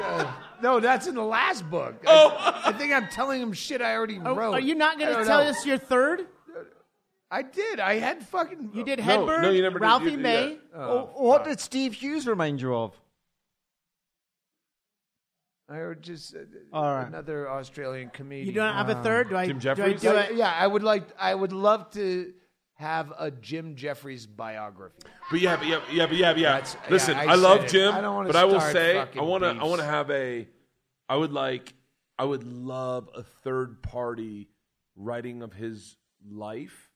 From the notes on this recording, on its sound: Live from Bisbee, AZ. Hang out on stage at The Royale Theater.